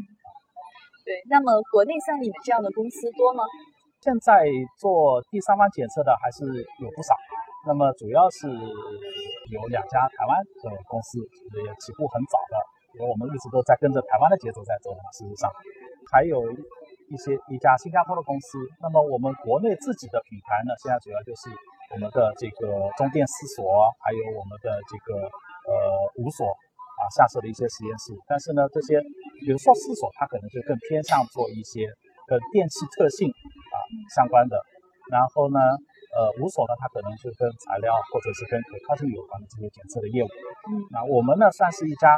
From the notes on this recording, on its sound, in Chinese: 2019年慕尼黑电子展现场